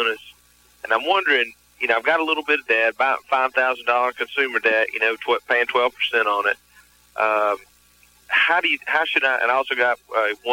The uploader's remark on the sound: Financial planning call-in show.